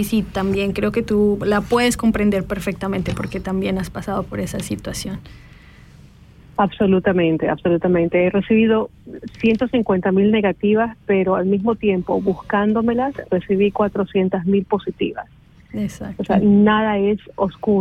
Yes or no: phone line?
yes